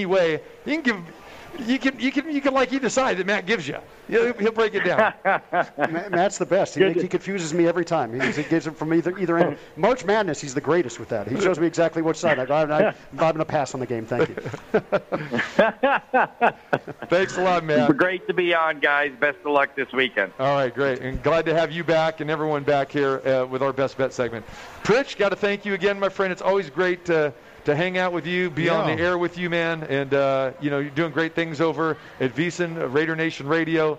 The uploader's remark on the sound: Live From The Cosmopolitan of Las Vegas.